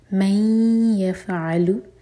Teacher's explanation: من یفعلو، یہ ہے ادغام غنہ کے ساتھ، تو میک شیور کہ ناک میں آواز جائے اور دو سیکنڈس کا ٹائم دیں